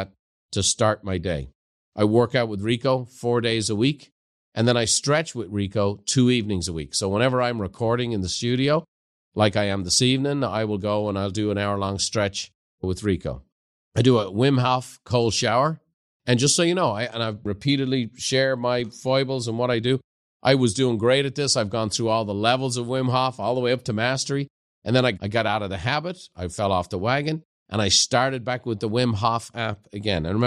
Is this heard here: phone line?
no